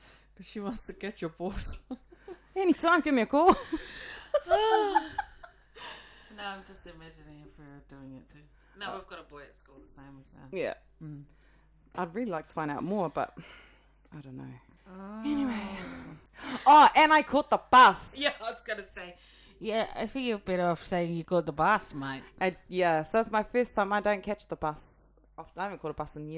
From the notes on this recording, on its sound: We apologise for the audio quality on this episode, we didn't realise till editing that there was an issue.